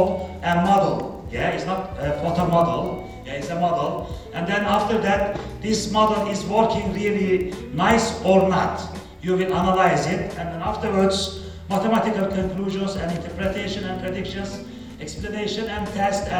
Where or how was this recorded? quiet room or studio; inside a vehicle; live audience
live audience